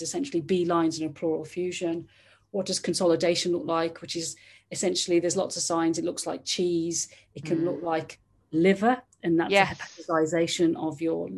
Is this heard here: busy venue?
no